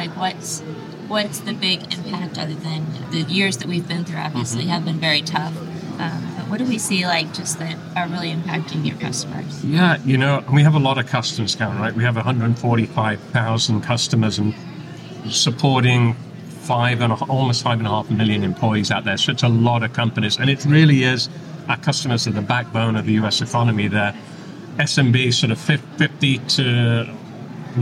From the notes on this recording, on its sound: live from the isolved Connect Conference in Nashville, TN.